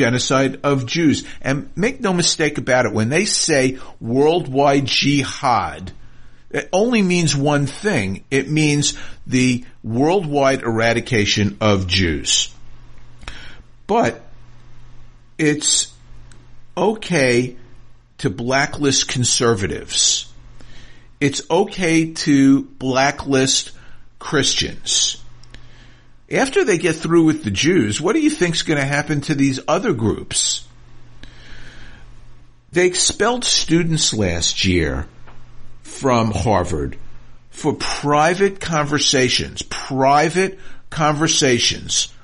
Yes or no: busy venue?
no